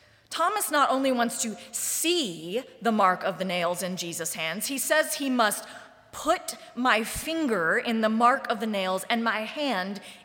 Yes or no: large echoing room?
yes